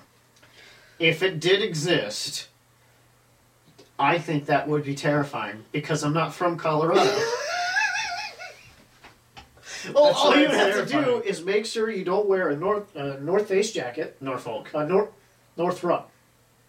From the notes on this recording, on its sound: the audio files were lost from the mics so we have camera audio!